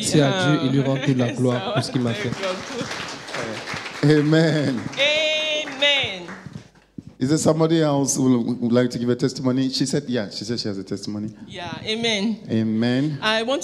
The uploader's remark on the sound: Preached during Joyful Hour Sunday Service Rabat